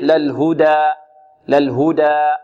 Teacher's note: نحذر أن نقلل الألف أو أن نميلها أو أن نميل الفتحة قبلها فتمال الألف. البعض يقول إن علينا للهدى هدى، الصحيح للهدى للهدى.